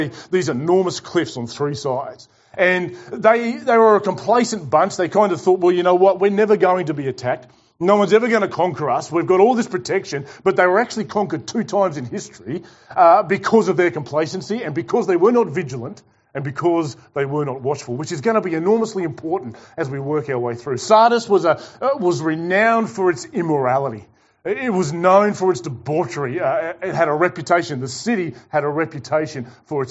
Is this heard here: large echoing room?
yes